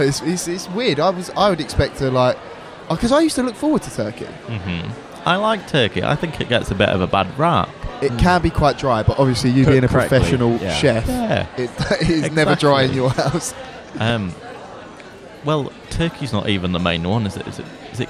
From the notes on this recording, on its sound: LIVE from Food Village - Christmas Special. This podcast was first broadcast Live.